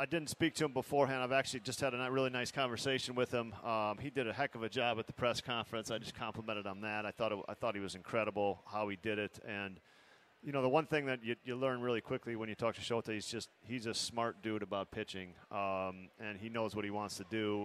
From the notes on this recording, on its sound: Live at Cubs Convention.